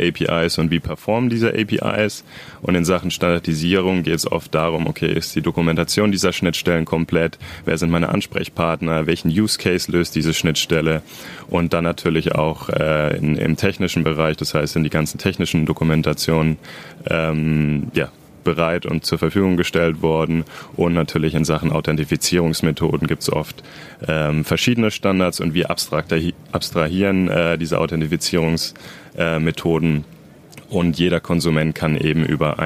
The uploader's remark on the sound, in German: In dieser Episode sind wir live auf der InsureNXT in Köln